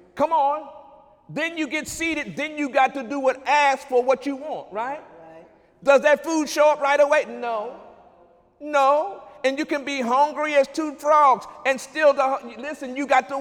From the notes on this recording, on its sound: During Wednesday night service on May 3, 2017